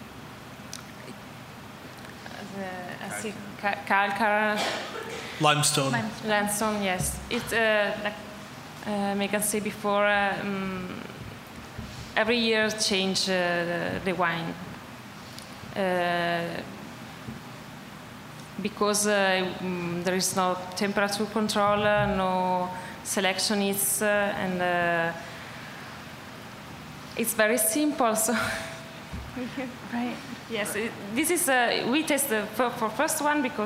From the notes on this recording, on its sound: RAW WINE NY 2019. This talk was recorded by Heritage Radio Network as a part of RAW Wine NYC 2019's Speakers' Corner.